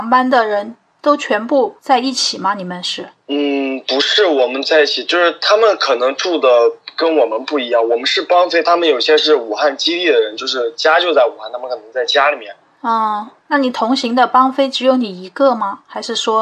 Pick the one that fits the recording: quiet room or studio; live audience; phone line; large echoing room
phone line